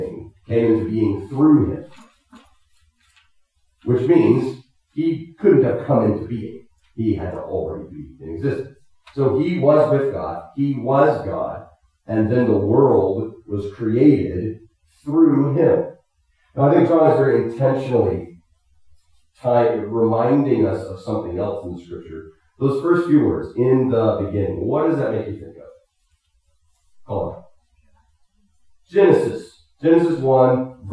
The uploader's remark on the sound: Technical difficulties affected the quality of this recording.